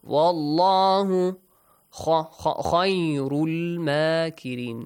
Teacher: Wow, we have, which has a fatha in the word Allah. The letter lam in the word Allah will be pronounced with a heavy sound.